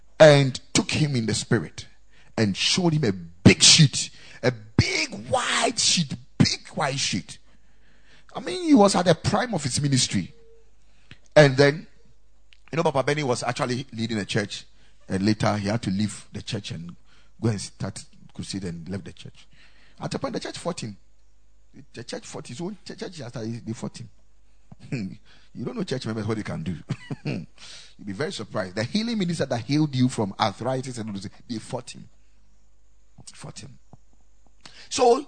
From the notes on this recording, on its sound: Preached at the Ekklesia Chapel